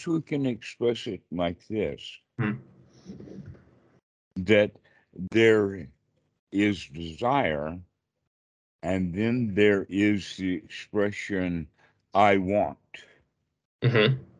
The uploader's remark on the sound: skype calls on this channel